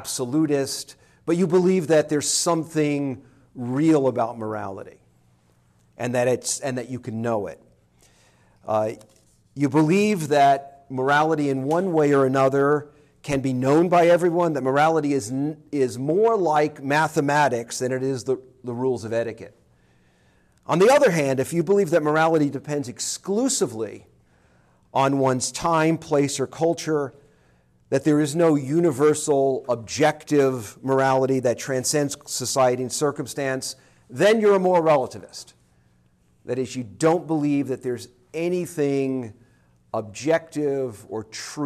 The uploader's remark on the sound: This lecture was given on September 7, 2023, at Tulsa